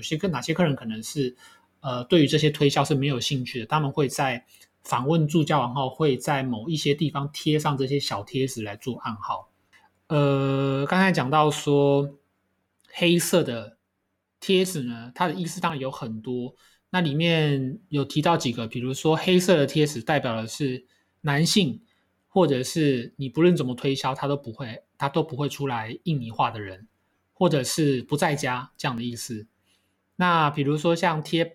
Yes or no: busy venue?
no